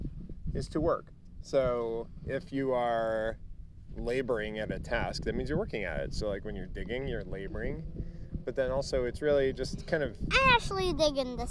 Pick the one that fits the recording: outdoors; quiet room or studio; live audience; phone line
outdoors